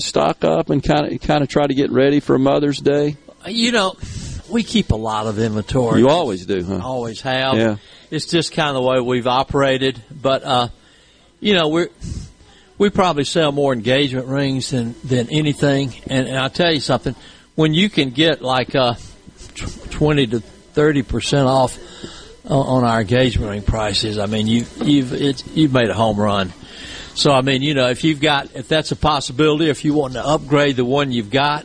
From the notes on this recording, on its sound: LIVE from Carter Jewlers on High Street in Jackson